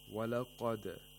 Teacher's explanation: The dal has qalqala, so we have to make sure that the sound is released from its place of articulation and it's not trapped in the place of articulation of dal.